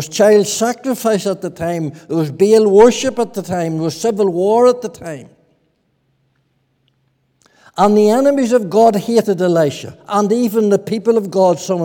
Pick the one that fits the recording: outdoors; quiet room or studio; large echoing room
large echoing room